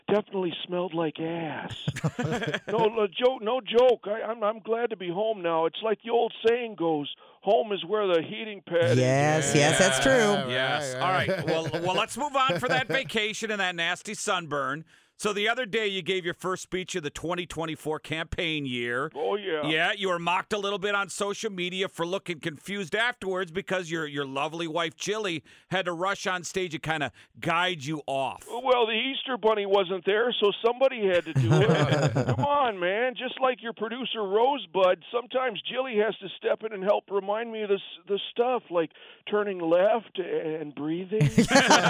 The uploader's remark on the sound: He called in this morning to catch up for the first time in 2024.